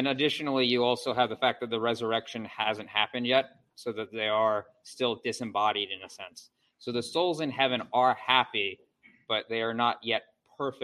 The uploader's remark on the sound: A lesson from Covenant Reformed Baptist Church in Warrenton, VA. At the end of this clip it cuts out due to the church internet going out.